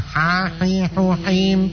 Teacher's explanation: itu huruf ha tenggorokan tengah